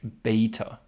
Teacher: Und wie ihr hört, nicht Beta, sondern Bei. Das heißt, in der Aussprache wird quasi noch ein I hinter dem E hinzugefügt und wir haben einen Doppelvokal